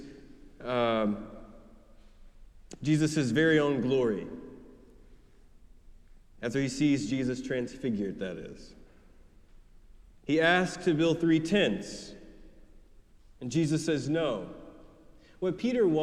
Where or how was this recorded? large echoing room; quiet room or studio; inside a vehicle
large echoing room